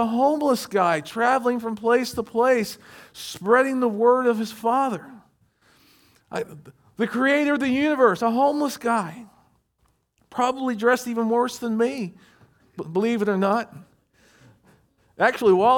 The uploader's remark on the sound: recorded at Shenandoah Valley Baptist Church on Sep 10, 2023.